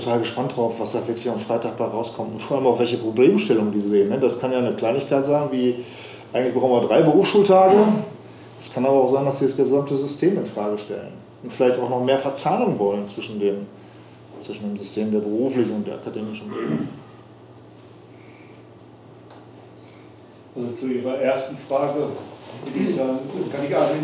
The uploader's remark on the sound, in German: April 2022 im Café Vielfalt in Lemgo aufgezeichnet.